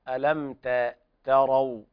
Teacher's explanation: يقول الله تبارك وتعالى ألم تروا كيف خلق الله، ويلاحظ هنا إسكان الميم، تسكين الميم وعدم الغنة فيها، ألم تروا، والتاء لمجاورتها حرف الراء المفخم لا بد من بيان الترقيق، ألم تاء وانفتاح الفك بهذه الطريقة، ألم تاء تروا كيف خلق الله.